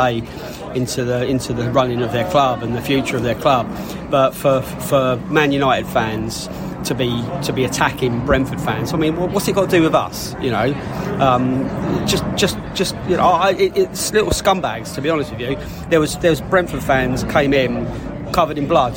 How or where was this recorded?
busy venue